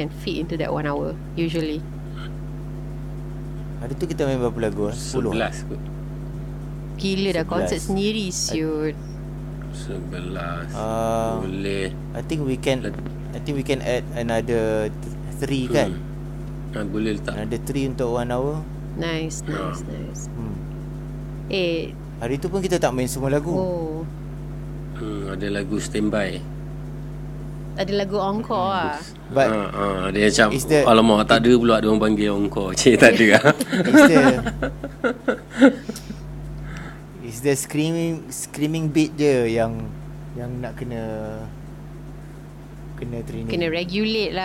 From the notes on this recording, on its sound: Sorry for the buzzing sound. I gotta get a new mic.